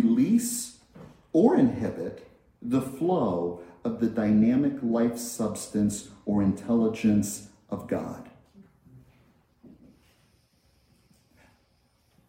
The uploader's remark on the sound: This message was delivered at Concordia Center for Spiritual Living in Rhode Island